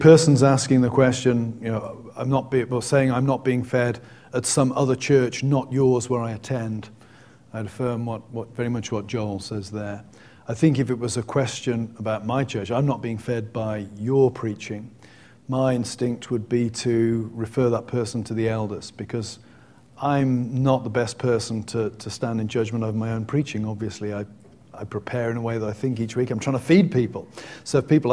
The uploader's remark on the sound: Welcome back to Westminster Theological Seminary, nestled in the quaint city of Glenside, Pennsylvania where the Preaching Conference is still underway. Students have submitted thought-provoking questions to our LIVE panel.